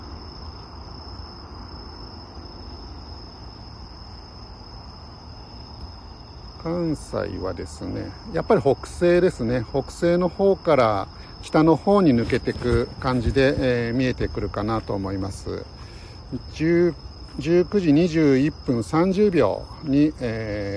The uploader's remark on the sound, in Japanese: LIVE 野毛大塚古墳から国際宇宙ステーション中継。